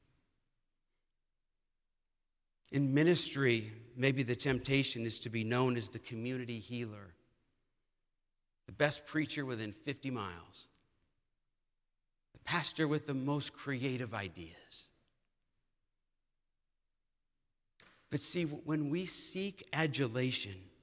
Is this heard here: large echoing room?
yes